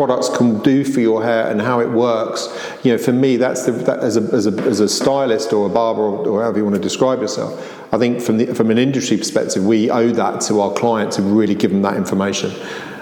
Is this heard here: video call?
no